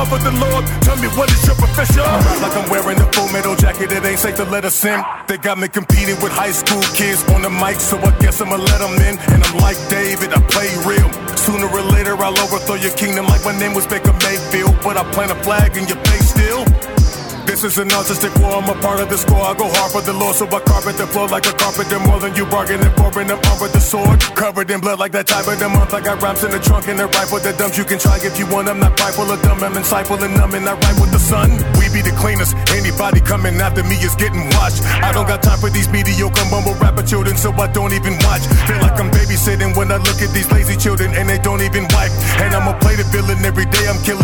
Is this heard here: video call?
no